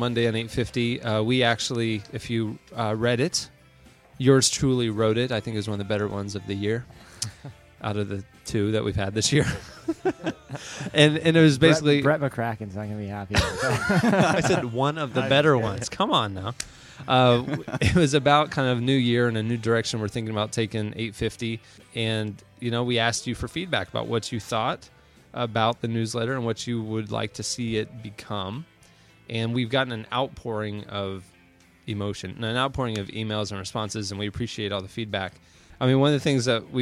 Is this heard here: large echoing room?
no